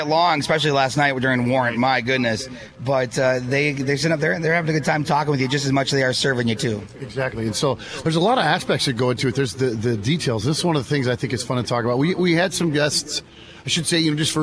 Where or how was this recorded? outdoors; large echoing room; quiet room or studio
outdoors